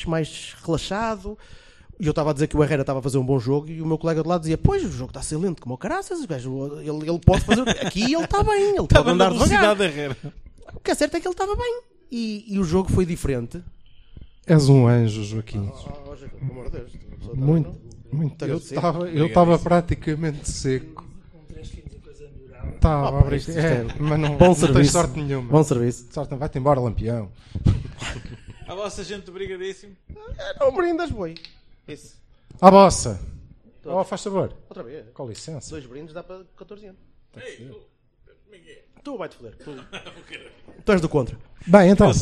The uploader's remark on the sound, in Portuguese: A primeira edição do “A Culpa é do Cavani” gravada em frente a uma live audience não teve grandes diferenças do normal. O grande factor diferenciador é mesmo a participação do público, que se fez ouvir, micro em punho e copos de fino nas mesas.